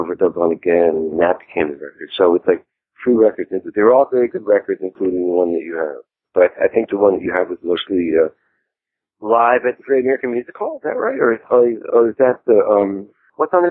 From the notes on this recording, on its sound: In this very short, casual phone interview. This interview has been digitally remastered for your listening enjoyment.